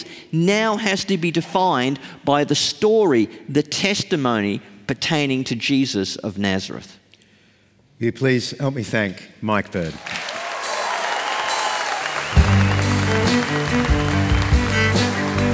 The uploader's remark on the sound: Live from Melbourne. In this live episode, recorded at the Melbourne leg of the Undeceptions Conference.